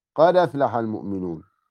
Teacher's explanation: إسقاط الهمزة ونقل الحركة إلى الساكن قبلها، يبقى هناك في عمليتين، عملية إسقاط الهمزة أفلح صارت بدون همزة، وقد صارت الدال متحركة، قد أفلح المؤمنون.